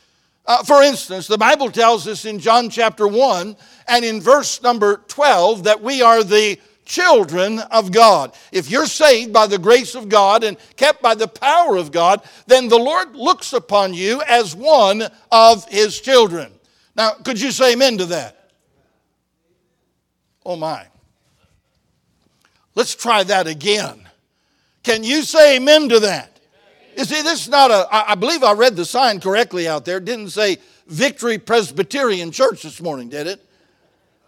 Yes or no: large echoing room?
yes